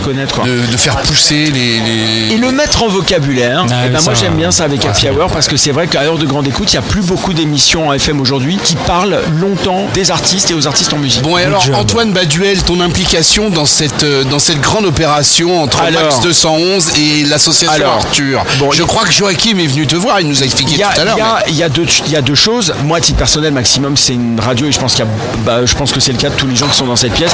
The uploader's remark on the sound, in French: En direct du Dock B à Pantin